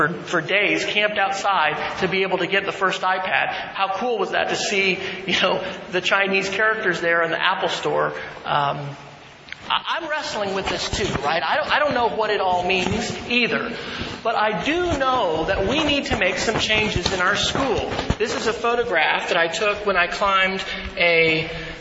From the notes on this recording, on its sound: keynote address at the Mississippi Educational Computing Association's annual conference on February 8, 2011